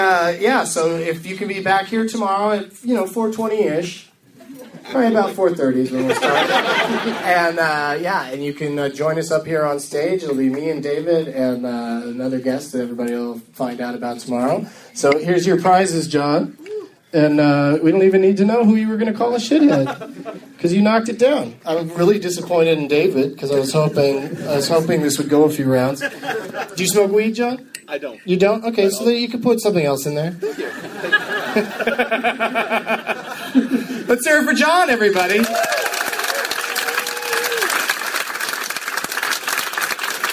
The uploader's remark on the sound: against audience members at the Comedy Attic in Bloomington, IN.